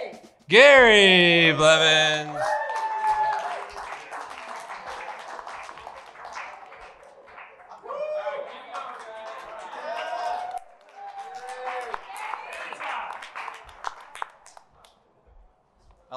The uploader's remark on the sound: Recorded LIVE at B-Sides in Memphis, TN.